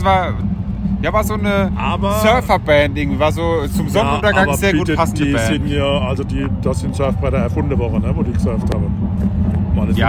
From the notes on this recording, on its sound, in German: Maifeld Derby 2023. Wir nehmen euch mit aufs Festivalgelände und sprechen über unsere Eindrücke von Tag 1!